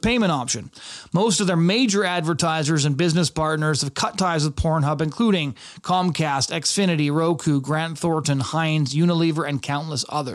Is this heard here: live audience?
no